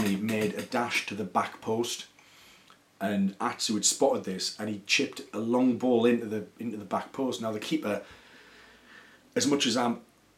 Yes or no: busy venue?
no